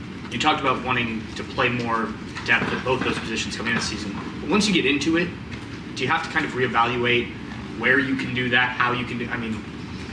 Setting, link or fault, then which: setting, busy venue